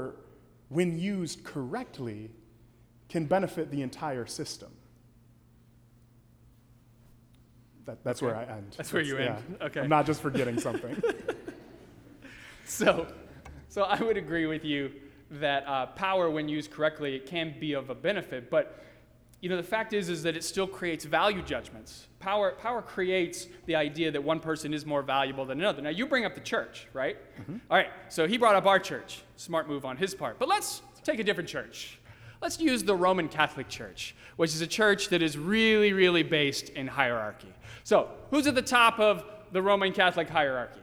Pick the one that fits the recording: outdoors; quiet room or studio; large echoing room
large echoing room